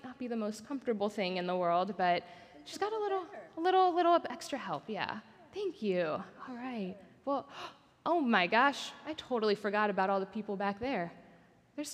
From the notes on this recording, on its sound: Recorded at our Sunday gathering on August 20th, 2023 in Port Orchard WA.